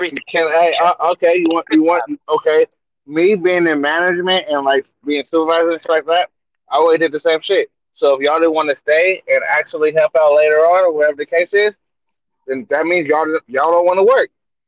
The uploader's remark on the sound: BEHIND THE WHEEL EDITION. While driving in traffic. As we conduct Behind The Wheels behind the wheel.